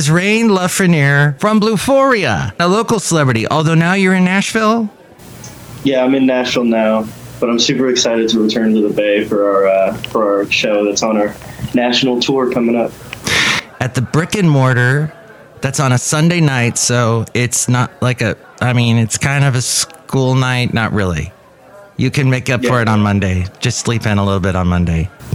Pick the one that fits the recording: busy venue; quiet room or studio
busy venue